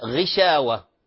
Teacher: لما أقول مثلا غشاوة، الغين هنا ليست مرققة